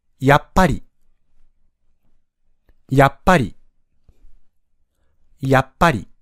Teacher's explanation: やっぱりのように、りは強調しないですよね。ぱにアクセントがあります。